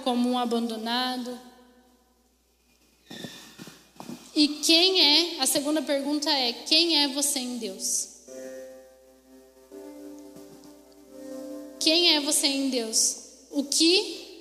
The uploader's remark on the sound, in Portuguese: Mensagem ministrada ao vivo em 04/09/2021.